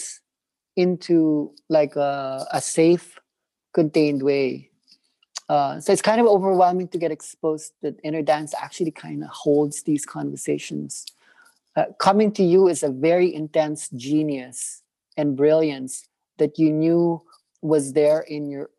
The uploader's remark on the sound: A third zoom call